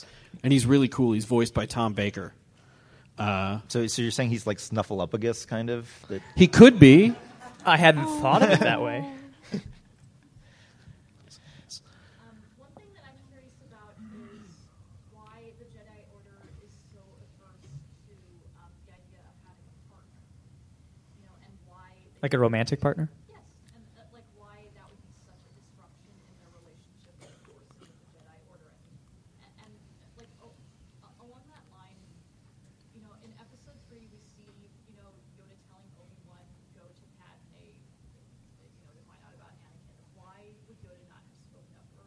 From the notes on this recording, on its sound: Another SLCC Panel.